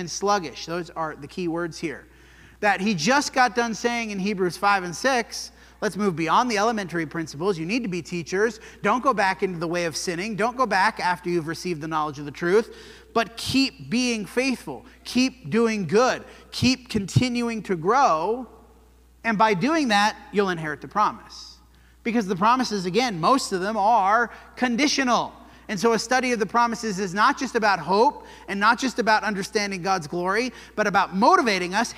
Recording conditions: large echoing room